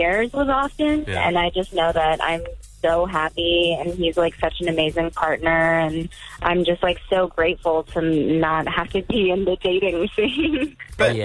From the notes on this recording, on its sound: called in for an exclusive chat